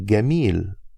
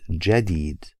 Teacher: in Egypt, most of the J sounds are pronounced as G sounds · Shown in: first take